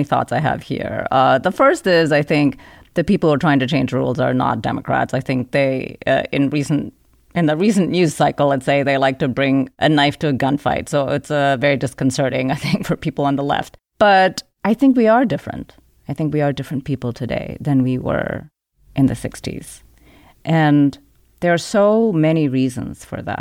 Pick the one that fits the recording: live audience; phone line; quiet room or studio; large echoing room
quiet room or studio